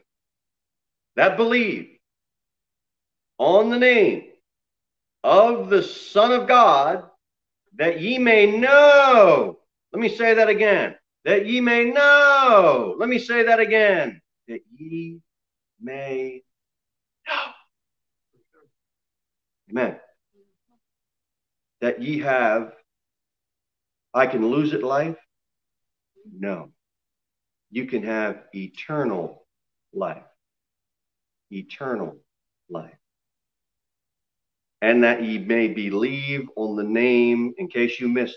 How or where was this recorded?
large echoing room